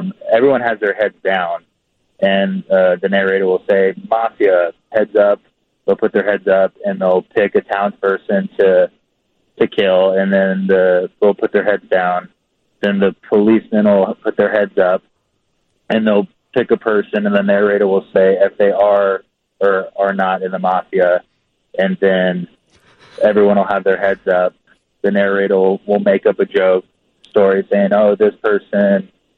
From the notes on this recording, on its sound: takes your phone calls